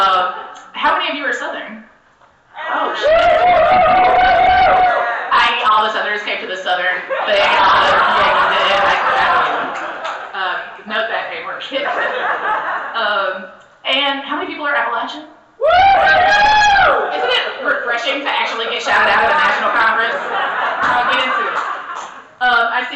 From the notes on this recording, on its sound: session recorded at Socialism 2022